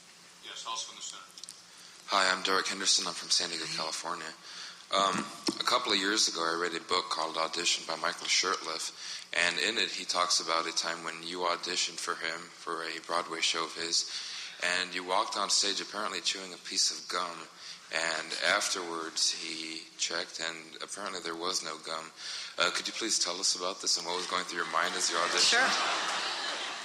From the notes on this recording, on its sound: recorded at the Academy of Achievement's 1992 Summit in Las Vegas, Nevada